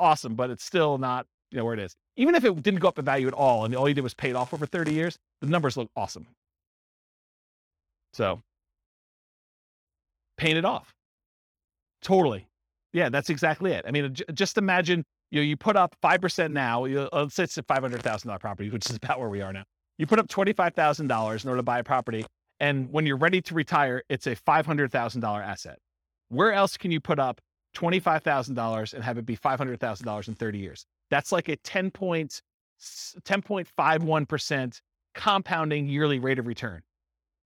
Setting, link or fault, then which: setting, live audience